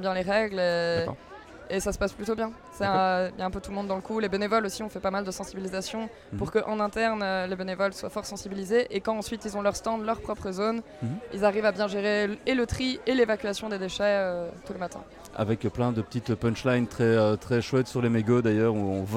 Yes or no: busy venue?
yes